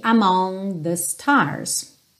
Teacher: O G também tem uma tendência a não aparecer quando ele vem no final da palavra. Então, aqui, among the stars.